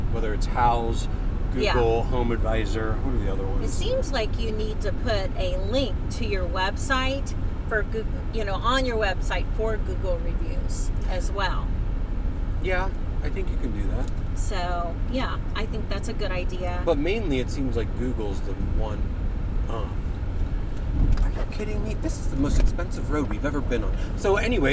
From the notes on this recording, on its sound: We are on the road again! This podcast is in the car.